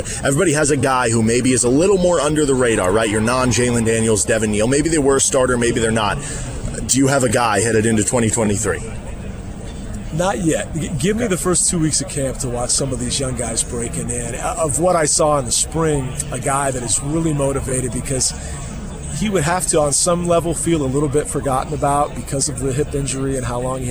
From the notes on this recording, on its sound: The start of Big 12 Football Media Days live from Dallas. Live from Big 12 Media Day.